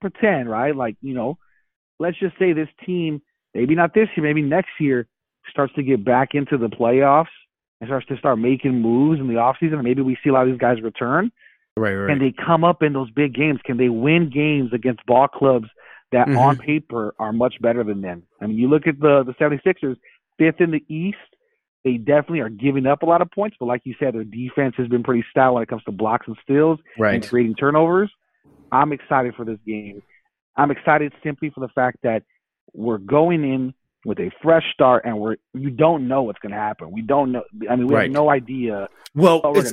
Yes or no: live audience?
no